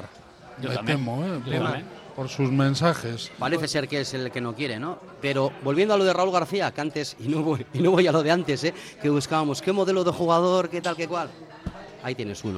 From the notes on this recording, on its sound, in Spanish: Debate abierto en la mesa redonda del Ein Prosit. La "tasca" más futbolera de Euskadi, esa que tiene en sus paredes cientos de bufandas, banderas e historias que van dejando los aficionados de todos los equipos que pasan por Bilbao.